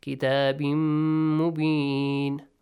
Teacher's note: Merge the sound of tanween with mim.